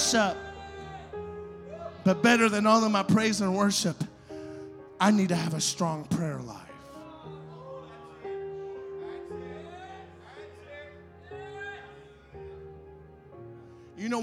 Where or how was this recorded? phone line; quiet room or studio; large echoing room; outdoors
large echoing room